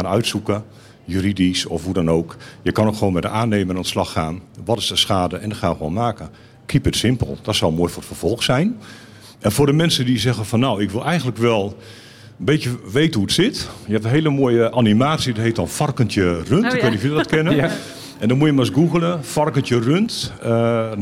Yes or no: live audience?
yes